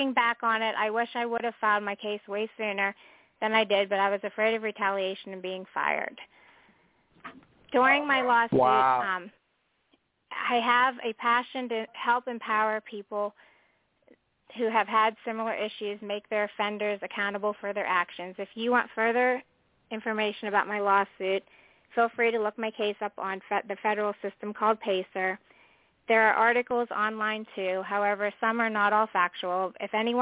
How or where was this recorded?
phone line